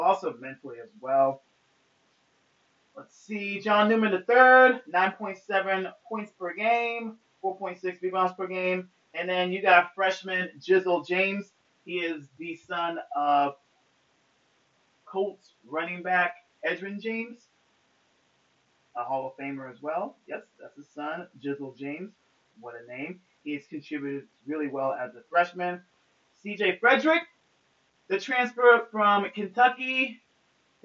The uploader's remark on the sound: Forgive me of the audio on this pod smh.